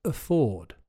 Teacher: The stress is on the second syllable, so the AF at the beginning is weak, and you say afford.